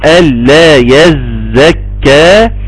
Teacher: اللام المشددة لازم يكون زمانها اطول من اللام العادية